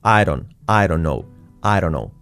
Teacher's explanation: Pero sobre todo lo que vamos, ese don't. Bueno, la T del final se omite.